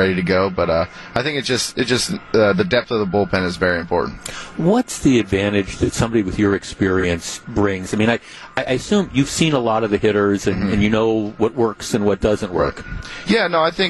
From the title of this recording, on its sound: Brewers Opening Day Live